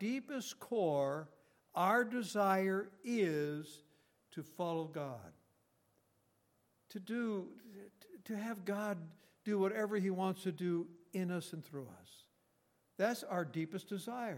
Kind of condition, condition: setting, large echoing room